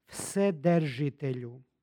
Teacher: Ovdje naglašavam taj izgovor jer srpski izgovor je svedržitelju i često dolazi do gubljenja u izgovoru ovog vokala e u drugom slogu. Stoga naglašavam da je ovdje izgovor vsedržitelju.